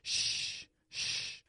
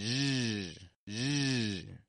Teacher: But I'm going zh, zh. I'm voicing the SH position. · Shown in: second take · Term: zh sound